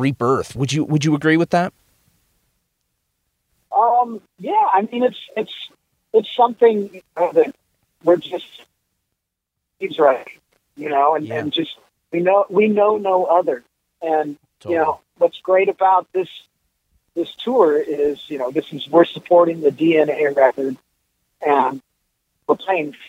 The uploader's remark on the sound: so I hopped on the phone